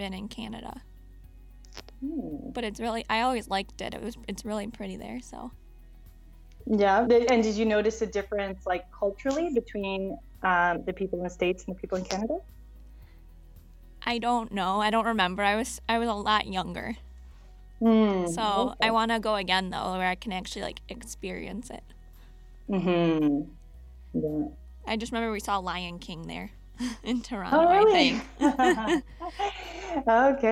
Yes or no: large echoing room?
no